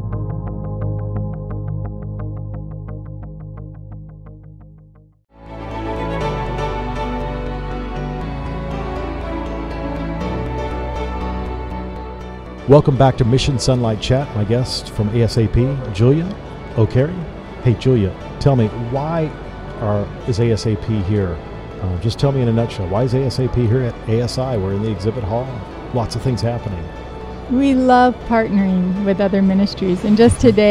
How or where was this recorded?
busy venue